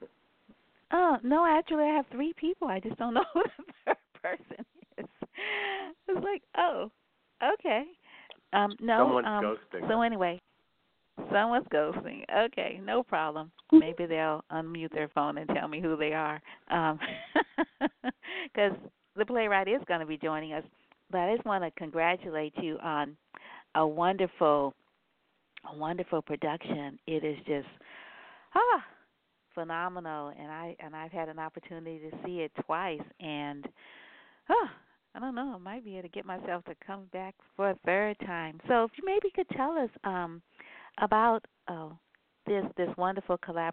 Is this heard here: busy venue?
no